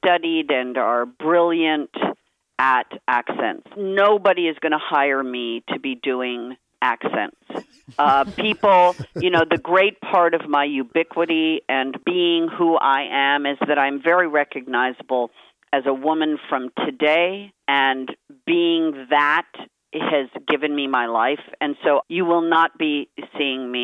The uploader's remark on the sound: on the phone from Sydney